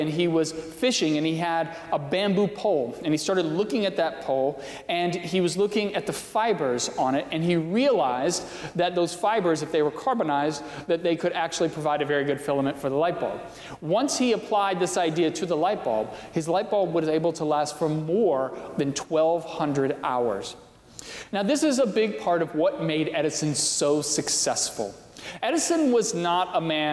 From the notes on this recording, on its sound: during the 10:30 AM service on Sunday May 31, 2020, at First Presbyterian Church of Arlington Heights, Illinois